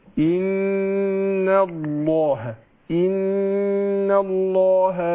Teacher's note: إن مع الغنة طبعا حركتين